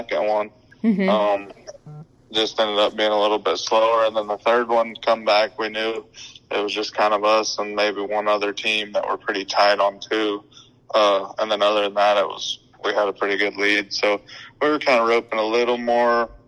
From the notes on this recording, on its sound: for a quick phone call interview